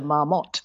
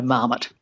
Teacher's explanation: So it's had a lot of time, you know, to sort of be squished into an English model of stress, which would be the stress on the first syllable · Shown in: second take · so marmot.